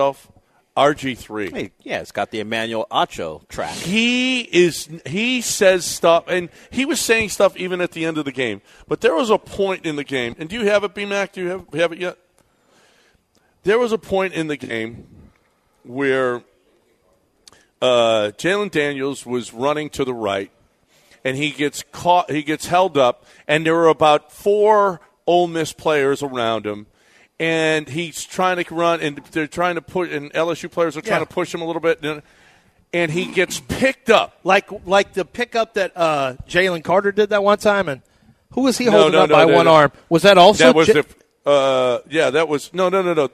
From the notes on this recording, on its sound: LIVE from the Wildcat Golf Club!